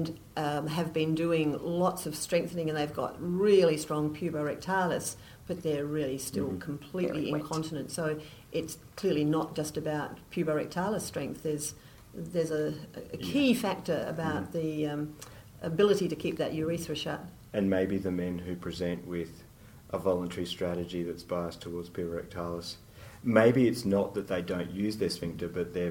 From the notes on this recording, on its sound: This podcast was recorded at the Australian Physiotherapy Association's CONNECT 2015 conference.